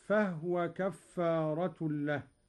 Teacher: قرأ قالون بإسكان الهاء هكذا: فهو كفارة له.